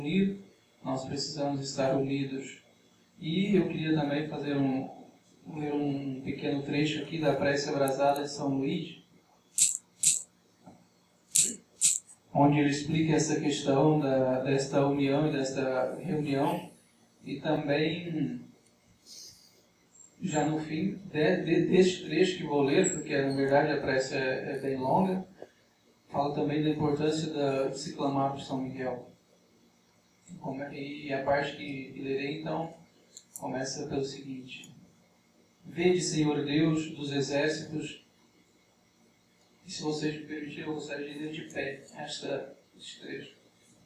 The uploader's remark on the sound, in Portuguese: Em Recife. A gravação amadora, feita do celular.